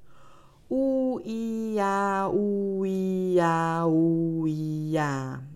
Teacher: De oe met een mooie lipronding, de i waarbij je je lippen spreidt en dan hebben we nog de a waarbij je je kaak laat dalen